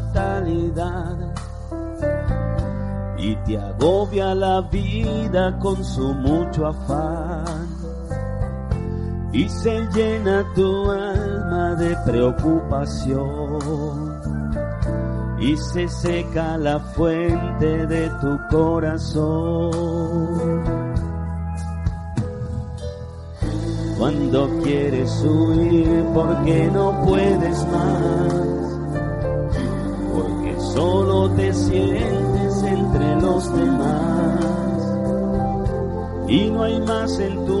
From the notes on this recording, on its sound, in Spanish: Servicio en vivo de la Asamblea de Yahweh Nazarena "Casa de Restauración" - Caracas.